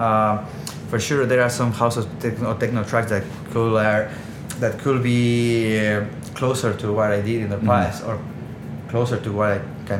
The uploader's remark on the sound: This episode was recorded at Box 54 which is the cocktail bar right next to Culture Box, which is why the audio may be a little "worse" than normal.